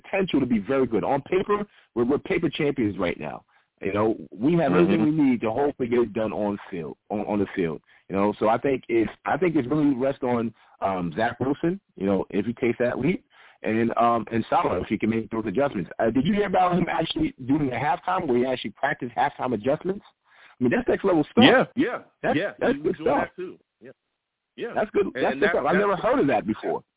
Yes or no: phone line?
yes